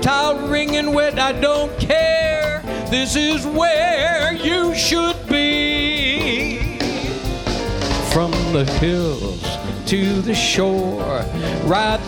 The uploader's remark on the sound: Live at the South Point Casino.